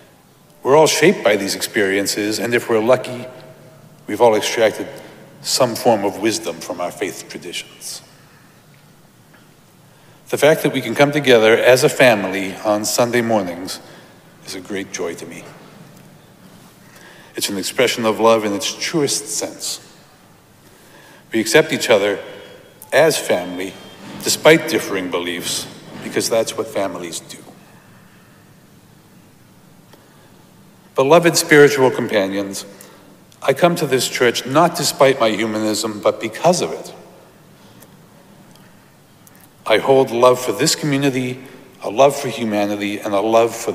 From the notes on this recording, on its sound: Recorded live at Arlington Street Church, Sunday, July 30, 2023.